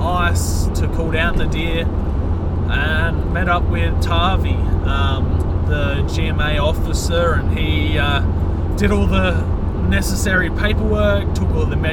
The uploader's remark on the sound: As we hit the road, the podcast captures the raw essence of our trip, complete with a touch of road noise that adds to the authenticity of our storytelling.